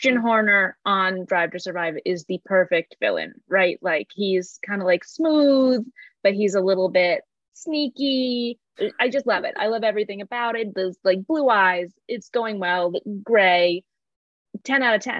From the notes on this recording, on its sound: Please enjoy our first time recording via zoom! We have already been told by our producer this is the last time we are allowed to record with airpods! Please ignore the annoying bit at the beginning, it is the worst part. Luckily our guest is a true professional. With a real mic.